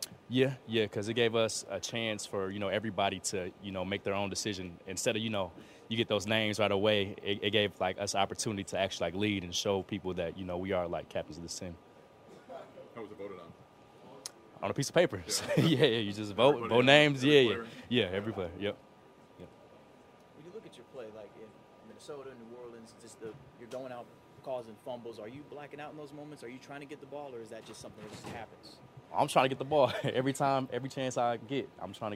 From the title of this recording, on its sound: Press Conference